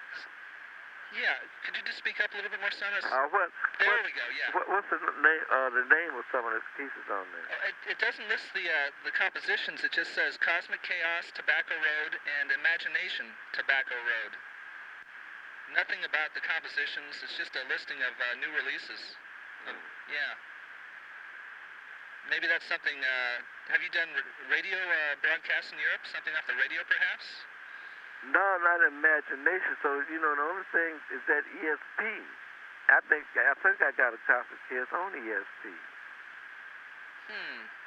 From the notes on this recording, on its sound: September 1985 phone call